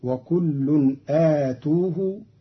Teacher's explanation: قرأ قالون كلمة أتوه بضم التاء مع ألف قبلها